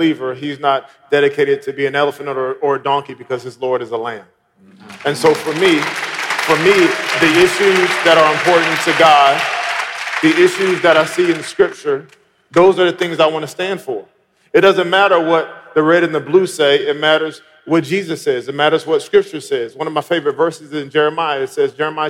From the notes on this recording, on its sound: panel discussion at our MLK50 conference